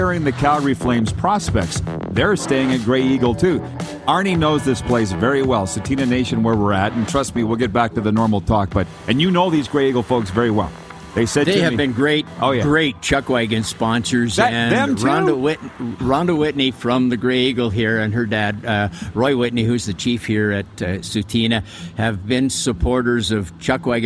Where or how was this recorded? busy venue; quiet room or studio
busy venue